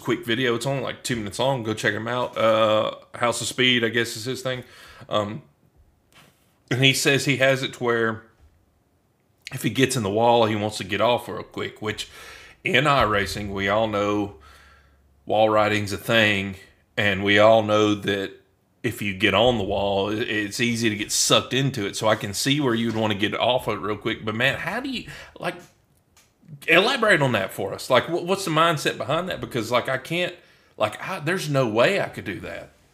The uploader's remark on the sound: Editing has not been my friend i again dropped the ball on my end with the audio and have spent the last few days trying to salvage the episode and this is the best i got.